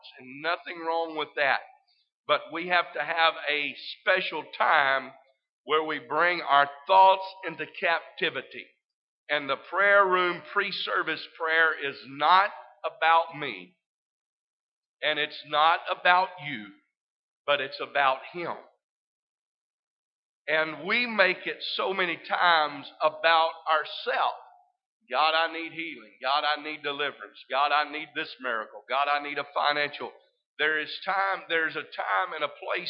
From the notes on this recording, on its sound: This service is broadcast live from First Pentecostal Church in Silsbee Texas.